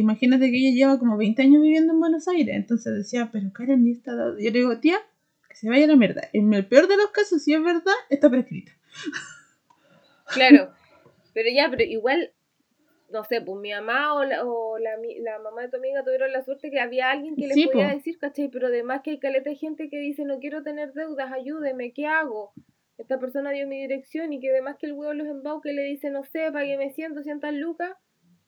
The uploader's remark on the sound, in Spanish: El sonido está como la corneta, fue culpa mía